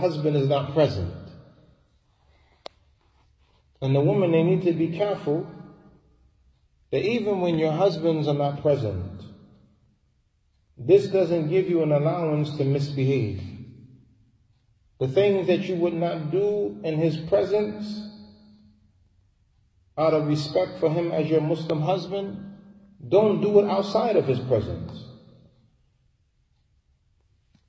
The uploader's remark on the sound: Lecture given at Masjid Nur Allah, Queens, NY